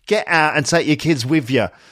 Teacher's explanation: With, not with TH, but with, like with a V sound. · Term: Cockney accent